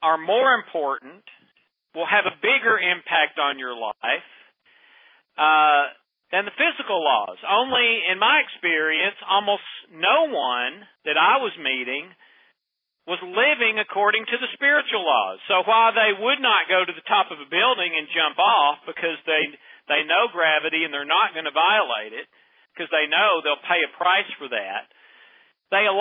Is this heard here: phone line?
yes